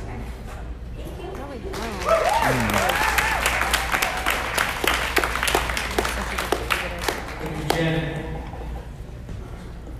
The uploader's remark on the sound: Raw audio from some of the cannabis industry's leaders at the Culture &amp; Cannabis vendor mixer. Raw audio from some of the cannabis industry's leaders at the Culture & Cannabis vendor mixer.